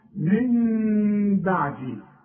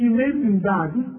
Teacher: يبقى هنا في ثلاث احكام العلماء بيقولوا اقلاب هنقلب النون الى ميم ونخفيها بالشفايف اخفاء مع الغنه · Shown in: first take · واسمع نطقها من بعدي، ما اقولش من بعدي واقولها نون، ولا اقولها ميم خالصة واقول من بعدي، يحصل انفراد في الشفايف.